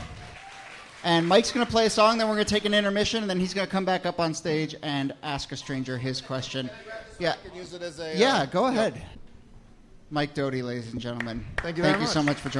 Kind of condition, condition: setting, busy venue